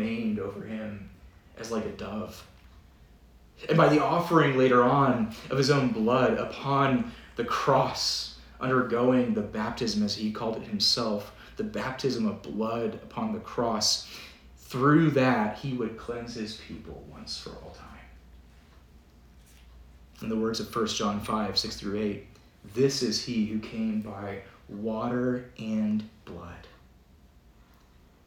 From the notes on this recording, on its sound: Preached at Downtown Presbyterian Church in Lynchburg, VA